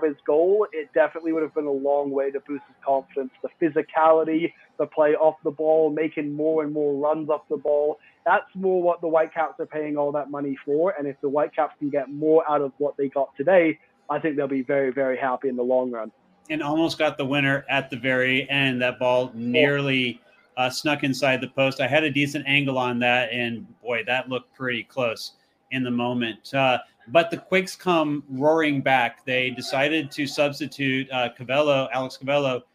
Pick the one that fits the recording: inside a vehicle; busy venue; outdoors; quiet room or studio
busy venue